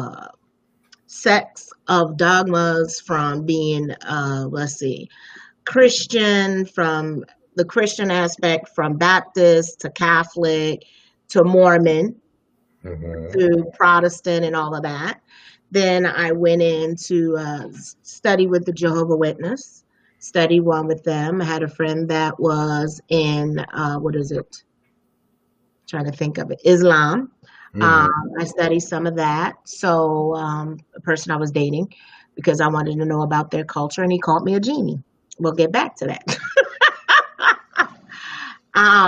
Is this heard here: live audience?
no